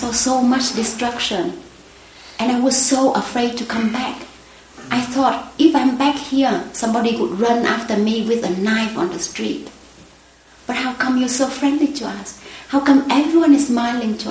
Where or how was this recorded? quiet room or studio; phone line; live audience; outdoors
live audience